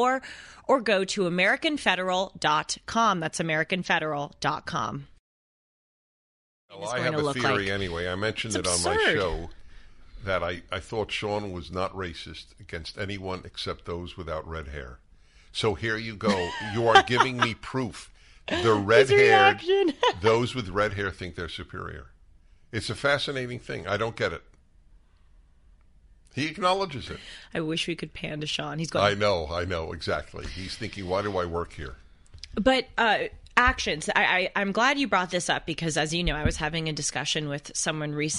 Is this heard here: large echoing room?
no